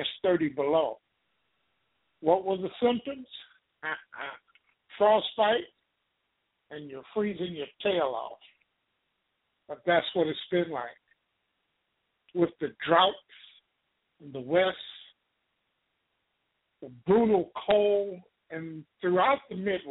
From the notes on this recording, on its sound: LIVE and call-in broadcast